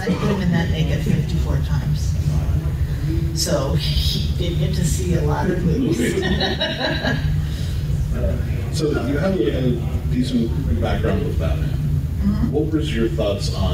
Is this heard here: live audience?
yes